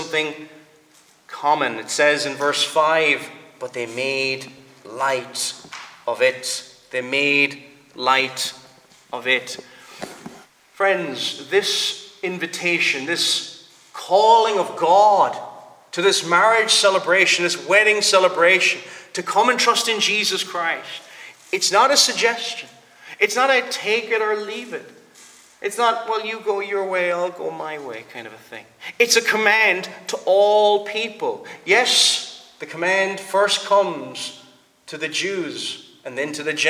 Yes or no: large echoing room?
yes